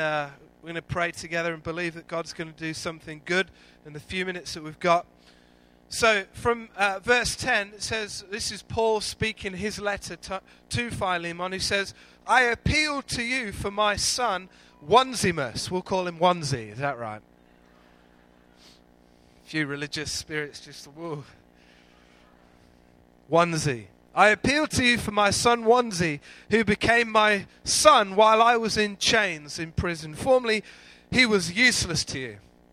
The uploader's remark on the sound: Recorded live at Life Church on Sunday 23rd February 2014.